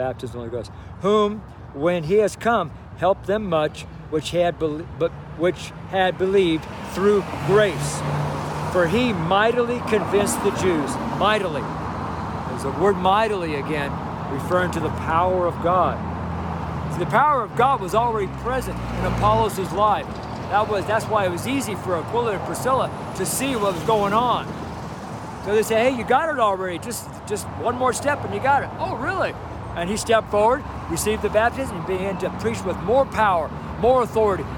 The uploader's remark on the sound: STREET SERMON